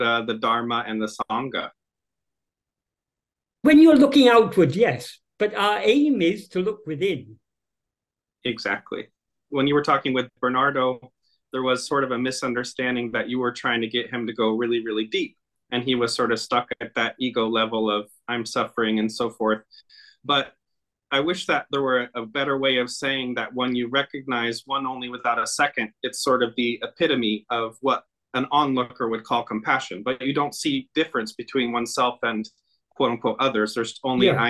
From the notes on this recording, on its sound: In a Zoom meeting.